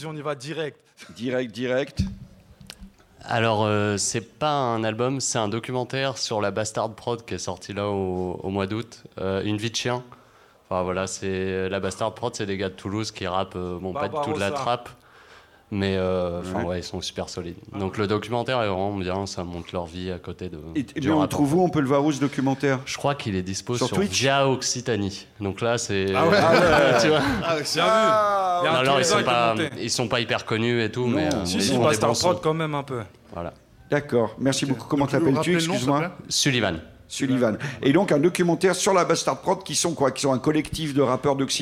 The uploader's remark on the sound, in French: Emission enregistrée en public à FGO-Barbara (Paris 18). Le mike est enregistré chaque mois en public au FGO-Barbara à la Goutte d'Or (Paris 18).